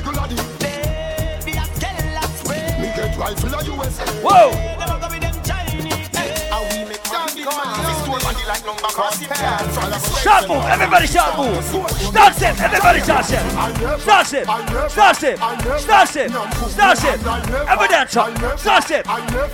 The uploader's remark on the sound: LIVE AT ISLAND SATURDAYS ON 1-6-18